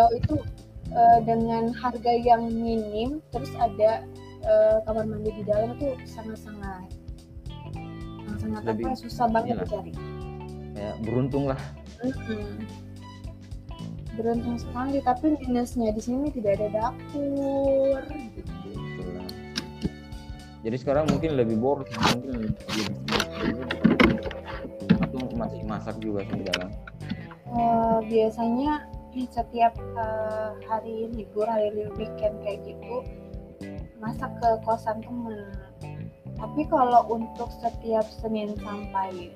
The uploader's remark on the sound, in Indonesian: Mohon maaf jika suara saya kurang terdengar.